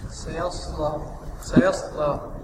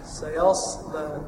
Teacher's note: السين السين مرققة، والياء والصاد مفخمة، واللام بعدها نعم مرققة.